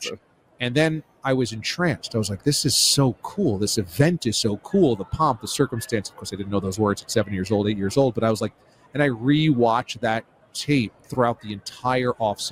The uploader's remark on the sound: LIVE from Radio Row